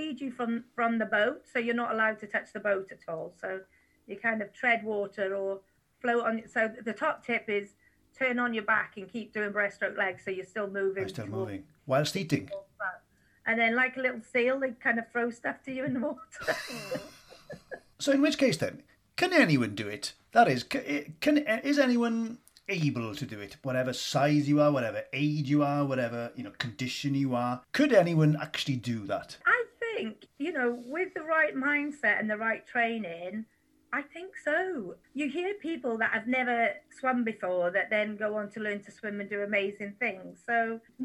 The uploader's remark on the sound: A wonderful chat over zoom with her recently.